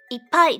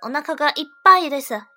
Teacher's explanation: 这个“い”和“ぱ”之间是停顿一拍的 · Term: 促音